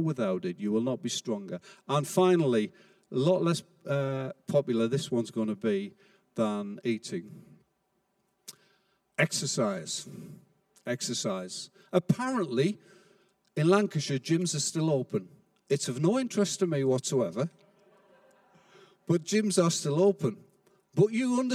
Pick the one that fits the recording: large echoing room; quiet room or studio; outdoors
large echoing room